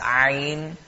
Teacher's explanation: the Ayn is from the middle of the throat with emphasis